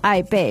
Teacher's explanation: The first one was both fourth tones. It was Ai Bei, because it sounds like Amber.